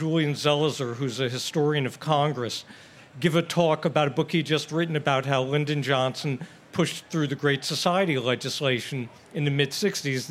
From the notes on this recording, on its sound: Forum at the Fair. A special Westminster Town Hall Forum recorded at the Minnesota State Fair. The program was recorded in front of a live audience at the Minnesota State Fair.